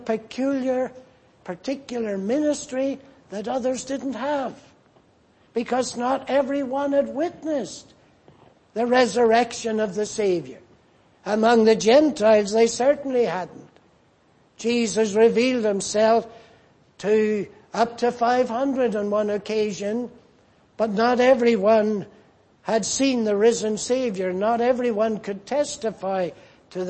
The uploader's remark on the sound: Preached in Grafton. At the Lord’s Day Morning service on 28th January, 2024.